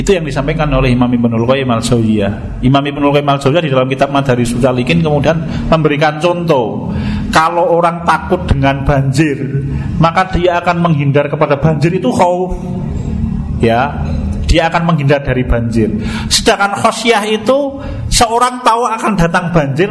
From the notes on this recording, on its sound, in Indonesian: Rekaman Kajian Majelis Pengajian Islam Kitab Firqotun Najiyah. Di Masjid At Tahkim, Jln KH Ahmad Dahlan, Ngampilan, Yogyakarta rutin setiap hari Jumat selepas sholat magrib sampai dengan isya yang diselenggarakan oleh FKAM Yogyakarta dan Takmir Masjid At Tahkim.